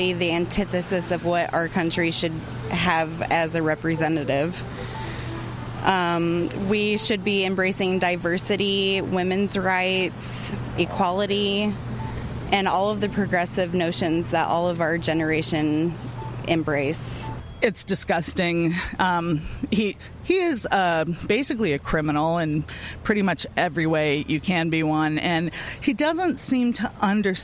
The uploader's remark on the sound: Voices in the Street hit the streets to ask Bloomington residents how they feel about Mr.